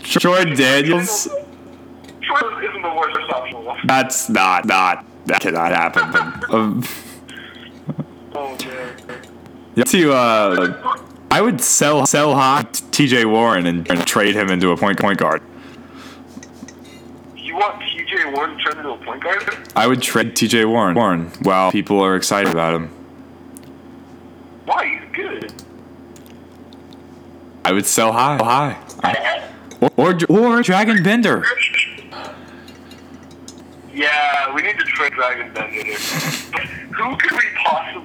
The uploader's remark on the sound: Sorry for the bad audio quality